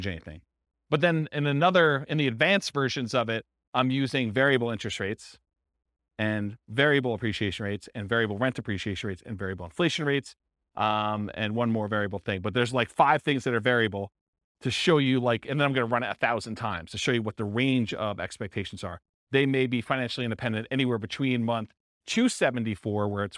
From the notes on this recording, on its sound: This was a live class recorded